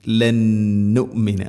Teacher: ഖുൽതും യാ മൂസ ലൻ നുമിന, സാക്കിന നൂന് ശേഷം നൂന്, ഇദ്ഗാം ബിഗുന്ന, നൂനിനെ അടുത്ത നൂനിലേക്ക് ഇദ്ഗാം ചെയ്ത് അഥവാ കൂട്ടി ലയിപ്പിച്ച് മണിച്ചുകൊണ്ട് ഉച്ചരിക്കണം. ലന്നുമിന, ഗുന്നയുടെ ദൈർഘ്യം രണ്ട് ഹർക്കത്താണ്.